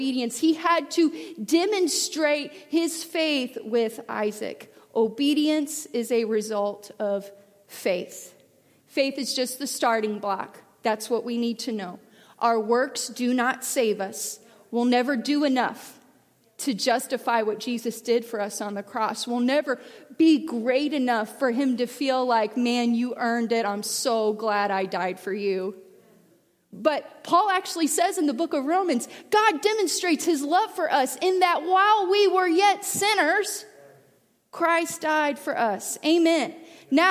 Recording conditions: large echoing room